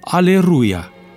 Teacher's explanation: L-ul intervocalic a suferit fenomenul de rotacizare, adică s-a transformat în R și a devenit Aleruia